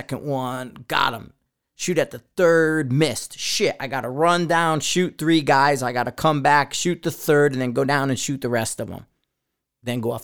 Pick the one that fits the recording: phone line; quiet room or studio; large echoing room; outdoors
quiet room or studio